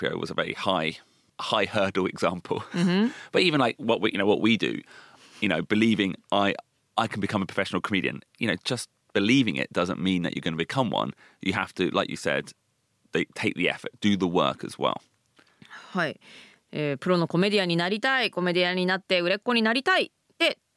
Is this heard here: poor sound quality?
no